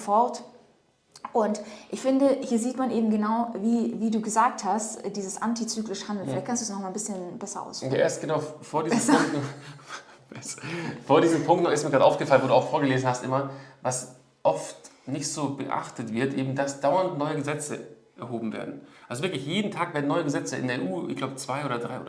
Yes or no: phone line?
no